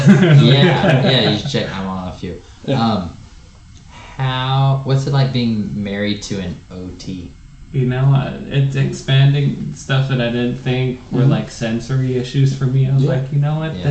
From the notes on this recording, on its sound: Please forgive us for the audio quality in this recording. We didn't realize it until the end that the audio was being recorded from my camera's mic and not our mixer.